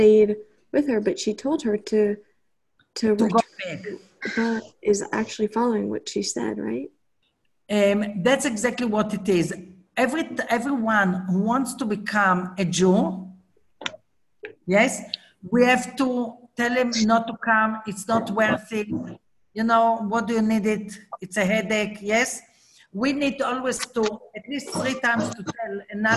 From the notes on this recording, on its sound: Zoom Class